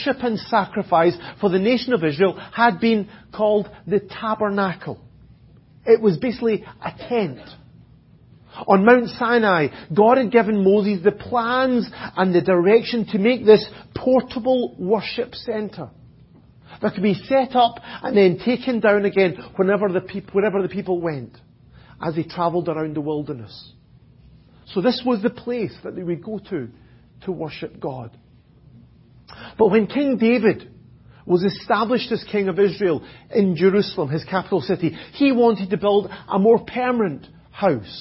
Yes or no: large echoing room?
yes